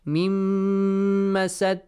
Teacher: Because you apply the rule idgham, the noon is skipped. Mim will be joined with the next mim.